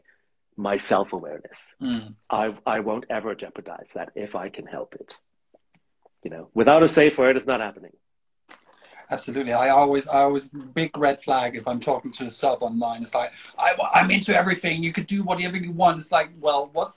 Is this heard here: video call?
yes